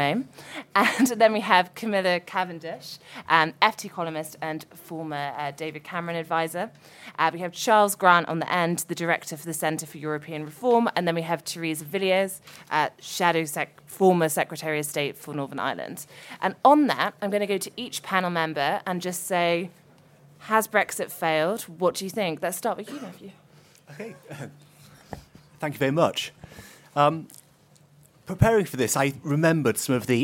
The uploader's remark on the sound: a fringe panel from the Conservative Party Conference